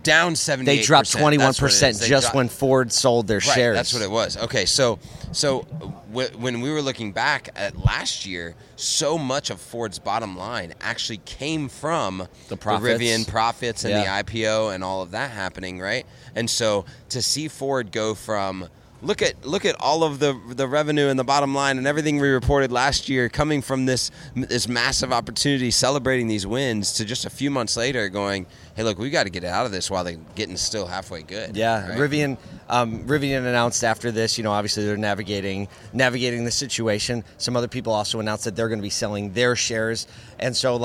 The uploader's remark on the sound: LIVE at Digital Dealer, Tampa. We are live at Digital Dealer Tampa.